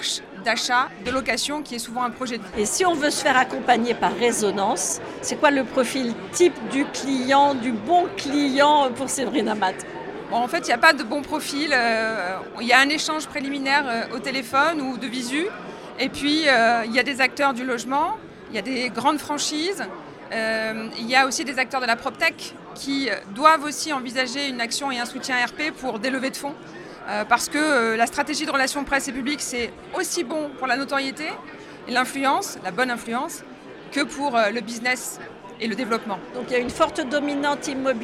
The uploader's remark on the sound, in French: Cette interview a été enregistrée en live d'Immo, le congrès FNAIM 2023.